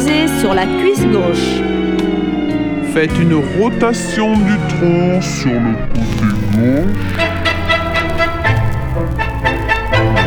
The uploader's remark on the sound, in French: Enregistré en direct dans le jardin